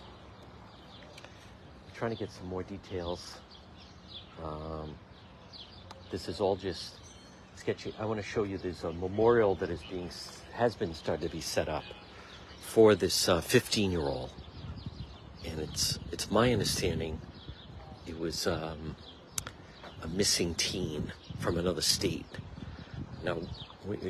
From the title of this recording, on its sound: on-the-scene Livestream in Chad Brown